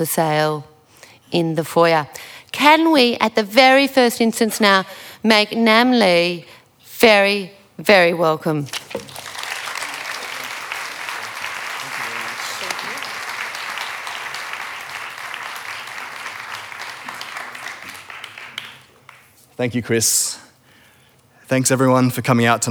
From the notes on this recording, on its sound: Live Recording. In Melbourne for one night only.